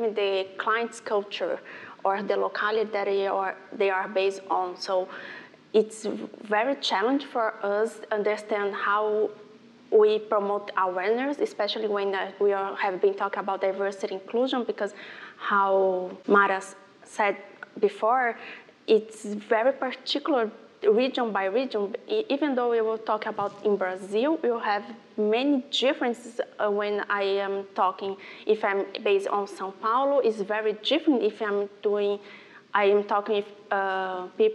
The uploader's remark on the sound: Hear from some of our speakers at the 2019 ELA Global Membership Conference.